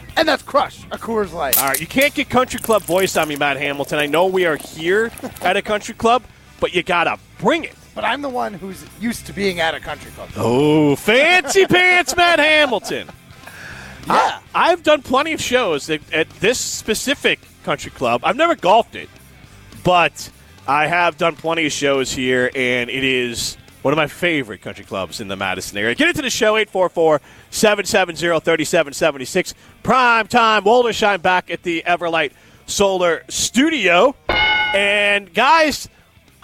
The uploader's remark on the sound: Broadcast live from Nakoma Golf Club to help raise money for cystic fibrosis with Revive Restoration.